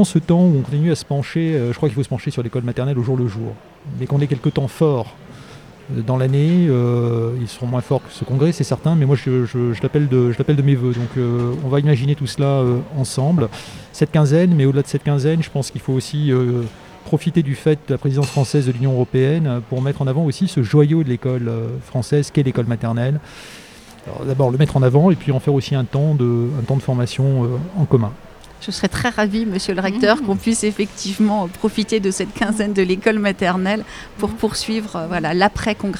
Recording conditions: busy venue